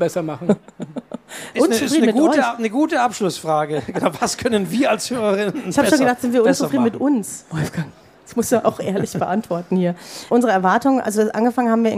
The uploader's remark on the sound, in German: Live: Leipziger Buchmesse 2023. Live-Mitschnitt!